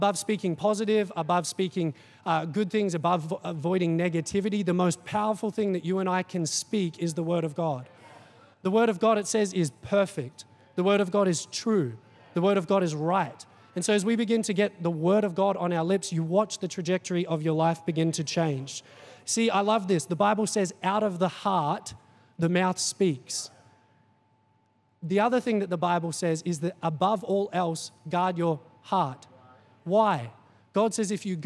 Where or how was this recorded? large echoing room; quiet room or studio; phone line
large echoing room